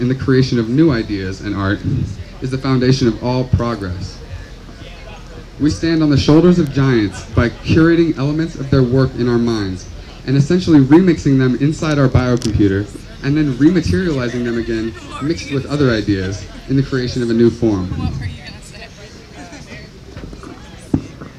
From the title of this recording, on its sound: workshop at Organic Fest 2016